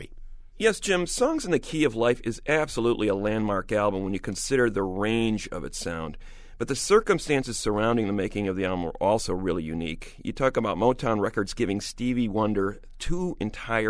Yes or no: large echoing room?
no